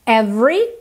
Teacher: o E do meio dessa palavra não é pronunciada